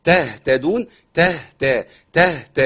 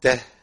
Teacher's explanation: الهاء ساكنه، والهاء الساكنه فيها رخاوه يعني يمشي الصوت فيها شويه